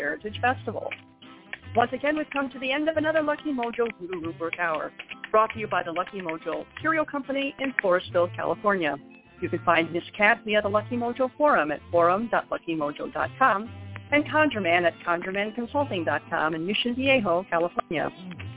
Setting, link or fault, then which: link, phone line